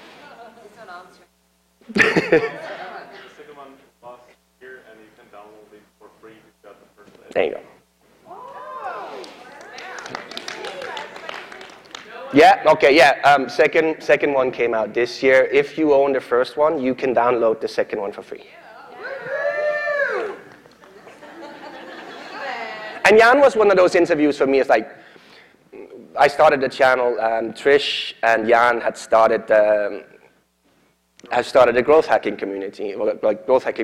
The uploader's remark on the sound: keynote at SourceCon in Seattle in 2019